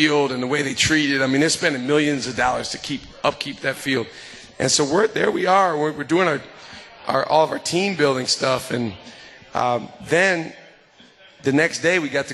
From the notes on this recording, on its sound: LIVE from MOTOR Bar & Restaurant